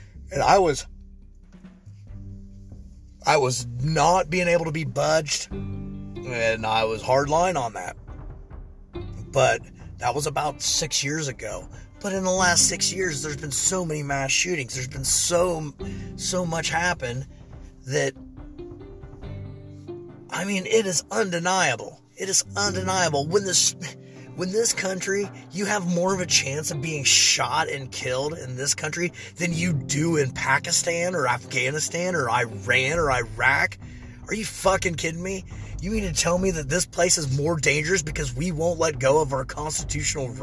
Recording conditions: inside a vehicle